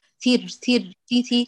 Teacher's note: الثاء يا غاليتي رخوة كما أنها مهموسة، فلا تكتفي فقط بجريان نفس